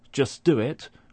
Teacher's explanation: we don't pronounce the t at the end of just · Term: elision